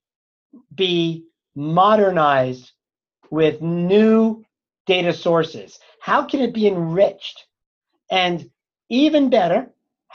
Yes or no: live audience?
no